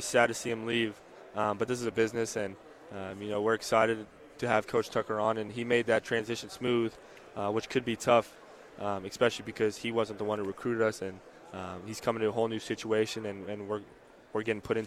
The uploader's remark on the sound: live from Pac-12 Media Day.